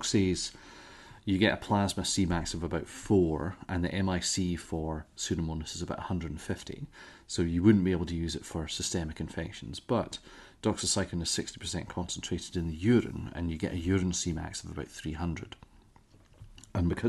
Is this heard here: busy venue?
no